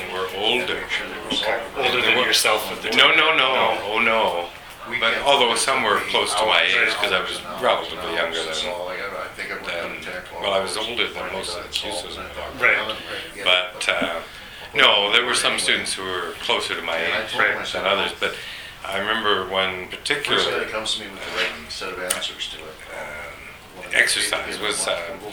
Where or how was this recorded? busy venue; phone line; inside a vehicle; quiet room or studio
busy venue